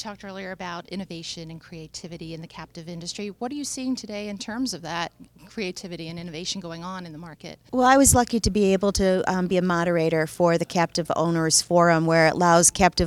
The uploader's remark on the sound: Spoke with AM Best TV at the annual Vermont Captive Insurance Association conference in Burlington.